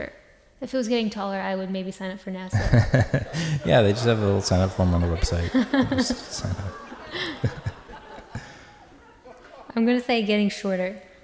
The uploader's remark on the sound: Live at Largo